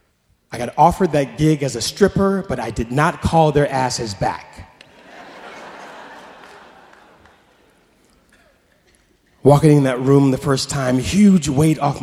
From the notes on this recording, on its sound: Snap LIVE! At The Paramount.